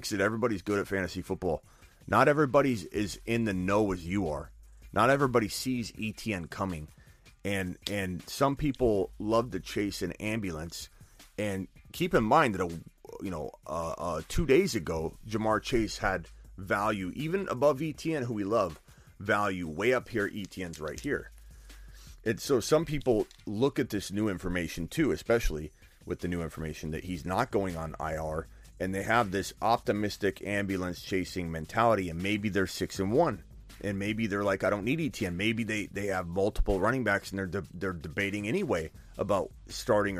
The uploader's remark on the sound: phone calls for over 2 hours straight